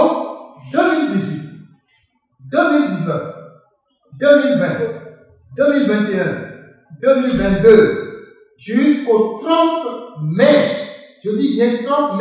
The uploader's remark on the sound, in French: Oxo Fest 2023 - Enregistrement Public BIP Radio. Revivez l'enregistrement en direct de l'émission radio Le Débat de BIP Radio.